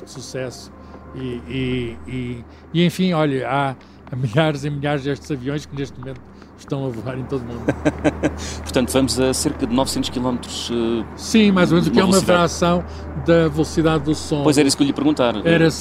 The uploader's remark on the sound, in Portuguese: Estamos no ar a 10 quilómetros do chão! Nada melhor que subir a bordo de um avião - e voar. O ciência pop desta semana foi gravado a 800 quilómetros de velocidade.